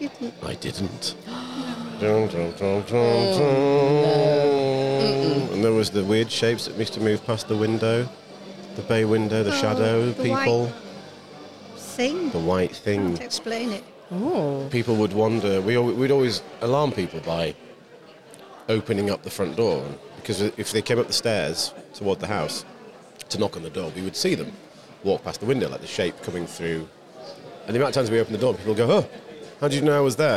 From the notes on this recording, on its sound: In this episode we are recording live from SciFi Scarborough, and we invited guests to come and share their personal experiences with the supernatural with us.